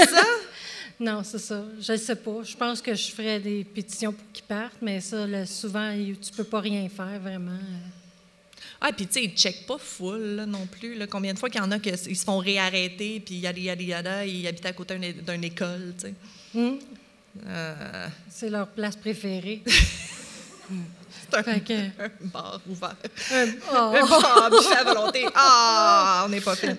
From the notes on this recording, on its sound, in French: LIVE au Festipod 2023. Épisode enregistré LIVE devant audience le 16 septembre 2023 à la Maison de la Culture Maisonneuve à Montréal.